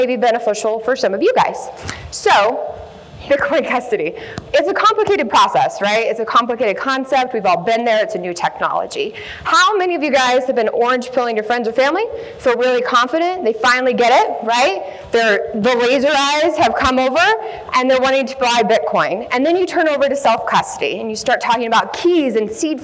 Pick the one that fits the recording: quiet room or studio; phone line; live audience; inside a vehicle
live audience